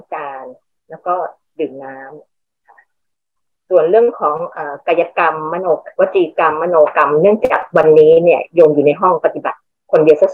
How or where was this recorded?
video call